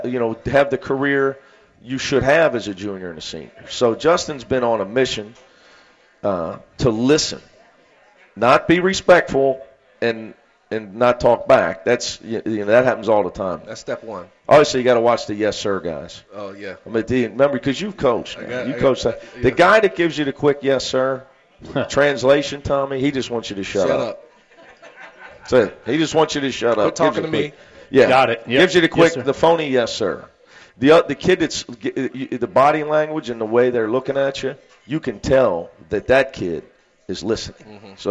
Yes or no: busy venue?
yes